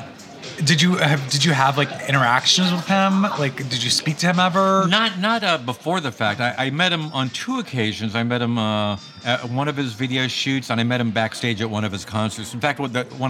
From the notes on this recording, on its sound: This episode was recorded at Cafe Gratitude in Larchmont Village, CA.